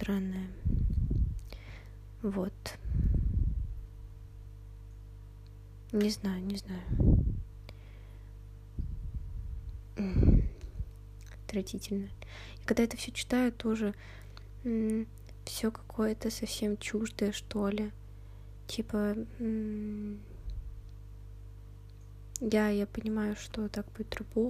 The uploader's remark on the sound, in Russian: Сегодня какое-то тяжелое дыхание. Соре за шумы.